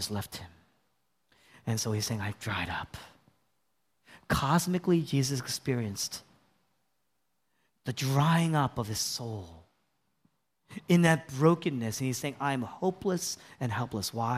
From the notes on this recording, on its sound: was originally preached in East Falls, Philadelphia on April 9, 2023